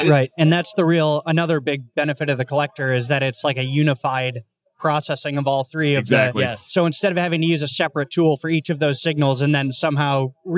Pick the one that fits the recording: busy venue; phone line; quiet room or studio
busy venue